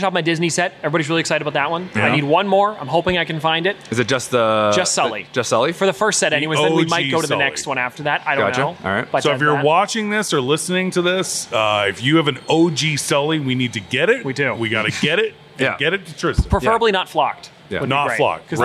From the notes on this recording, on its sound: We were LIVE at Niagara Falls Comic-Con